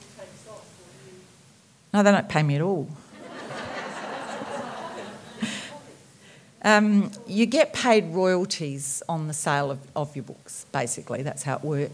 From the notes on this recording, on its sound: Entertained the audience at the Marion Domain Theatre. Fans will delight in this recording of her talk.